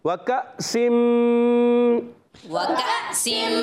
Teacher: یہ حمزہ ساکنہ جھٹکے سے ادا ہوا